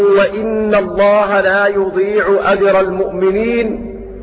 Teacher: بكسر الهمزة على الاستئناف